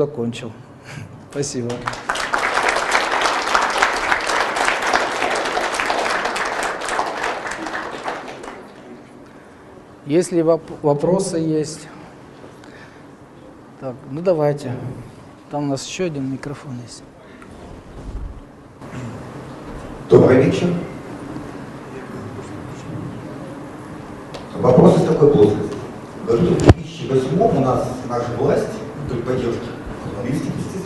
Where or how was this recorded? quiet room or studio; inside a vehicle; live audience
live audience